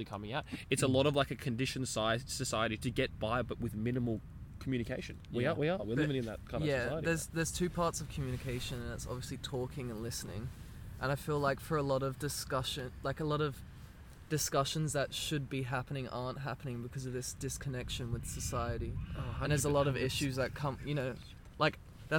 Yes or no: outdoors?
yes